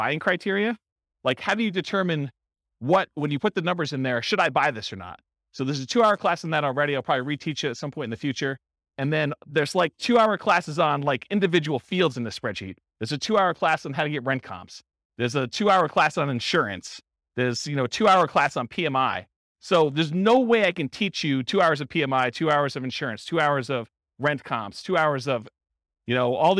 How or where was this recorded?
live audience